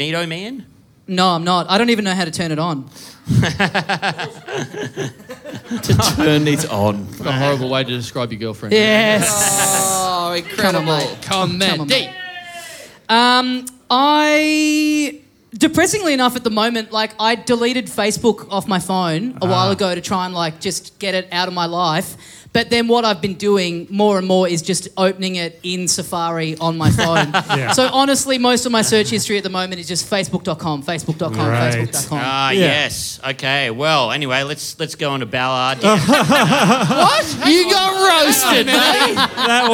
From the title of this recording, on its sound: Live in Melbourne